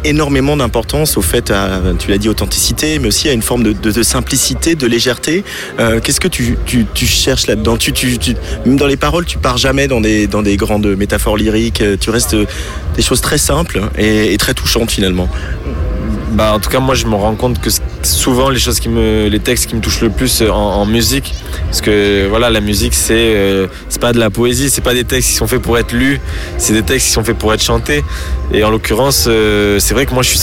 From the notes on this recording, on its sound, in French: Les 3 Éléphants, en direct de la Promenade Anne d'Alègre, sous le regard bienveillant d'une famille de moutons.